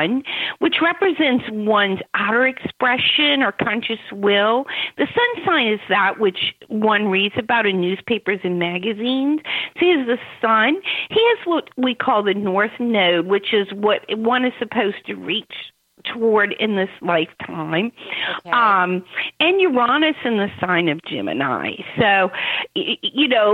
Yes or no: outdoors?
no